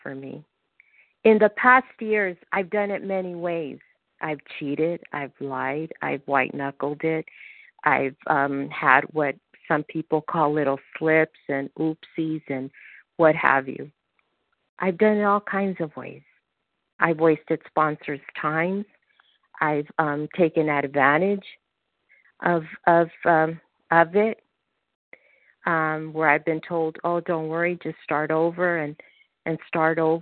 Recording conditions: phone line